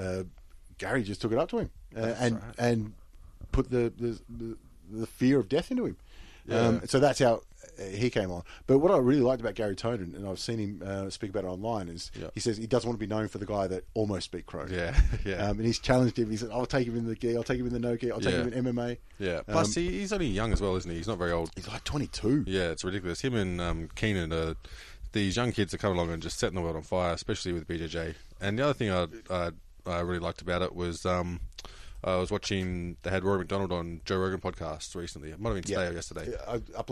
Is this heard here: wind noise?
no